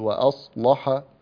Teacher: فإن ورشا رحمه الله يفخم أو يغلظ اللام كما هو في اصطلاح علماء القراءات إذا توفرت فيها هذه الشروط، فيقول وأصلح فلا خوف عليهم ولا هم يحزنون.